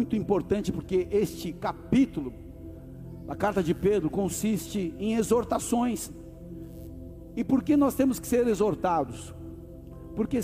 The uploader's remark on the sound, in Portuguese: Áudio extraído do Culto do dia 25 de JUL de 2023.